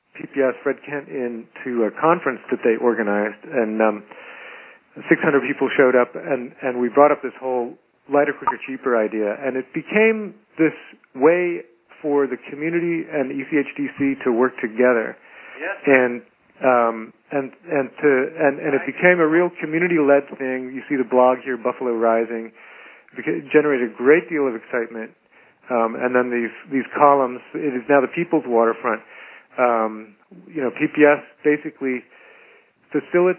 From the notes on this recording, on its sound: Call recorded on February 9, 2012.